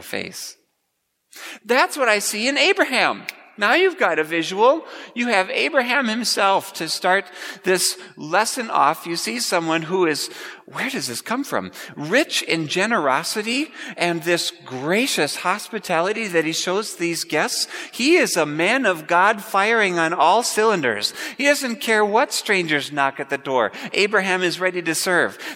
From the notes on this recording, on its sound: Preached at Grace Ev. Lutheran Church.